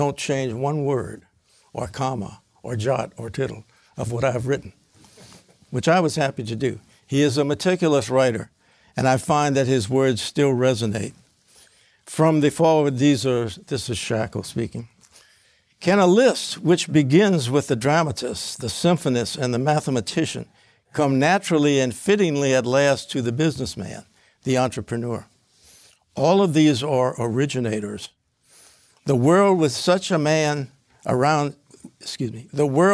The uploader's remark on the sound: Recorded at the 2023 Austrian Economics Research Conference hosted at the Mises Institute in Auburn, Alabama, March 16–18, 2023.